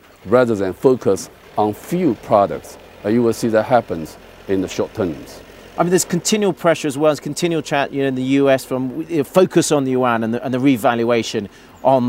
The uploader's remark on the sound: from The World Economic Forum Annual Meeting 2007 live from Davos, Switzerland